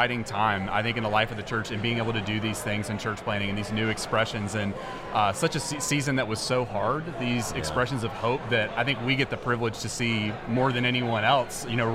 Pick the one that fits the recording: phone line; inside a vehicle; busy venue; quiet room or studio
busy venue